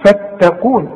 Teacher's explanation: والتاء دائما ترقق في القرآن، القاف هي المفخمة، هنقول فتقون، اوعى تقول لي فتقون.